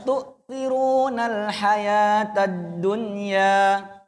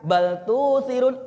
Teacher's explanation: Tu'thirun itu hamzah. Hamzah itu di tenggorokan. · Shown in: first take